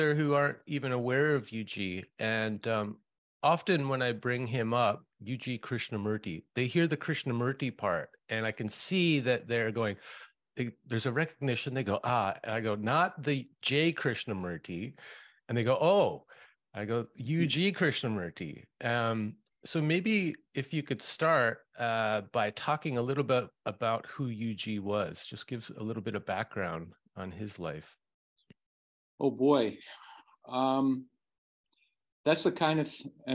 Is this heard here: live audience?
no